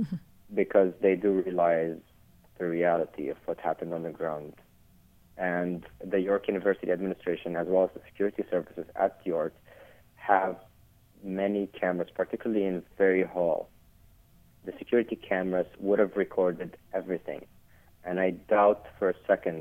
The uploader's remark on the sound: I had with me on the phone